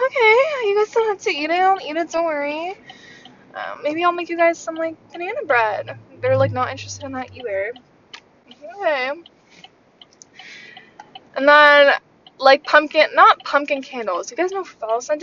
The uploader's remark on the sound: i almost got into three different car accidents while recording this episode.